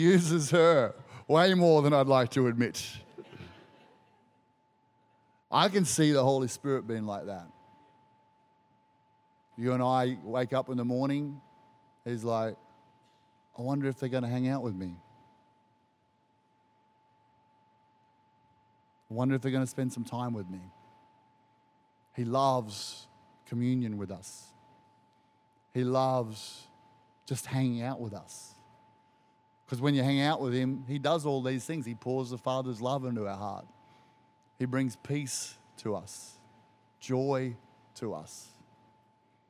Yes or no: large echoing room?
yes